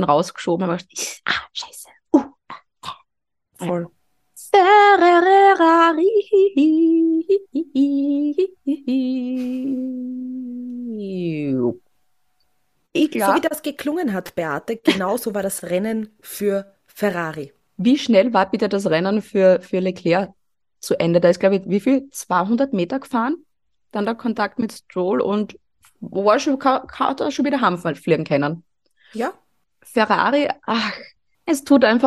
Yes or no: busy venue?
no